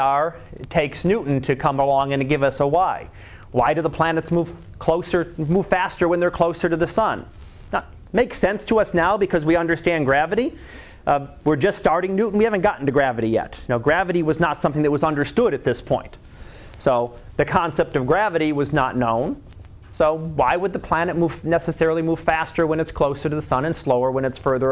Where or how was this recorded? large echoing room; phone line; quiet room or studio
large echoing room